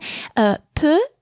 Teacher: Peu, the sound, which is called the schwa, I call the minimal sound. It's a very weak E